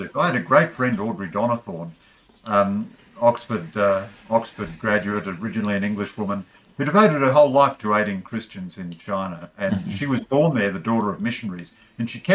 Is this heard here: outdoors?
no